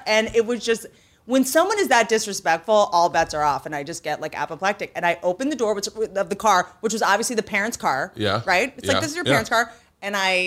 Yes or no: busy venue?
no